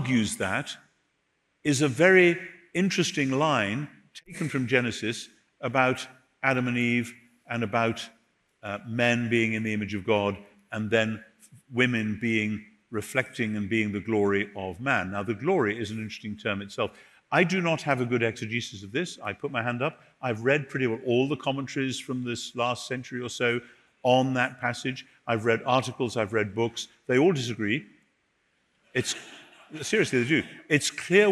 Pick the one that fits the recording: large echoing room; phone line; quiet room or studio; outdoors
large echoing room